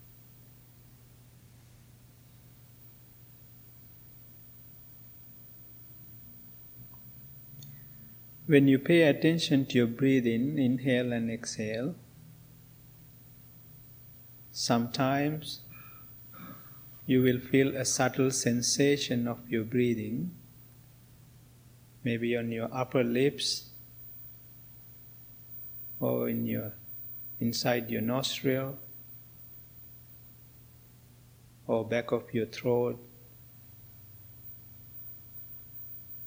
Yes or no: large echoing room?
yes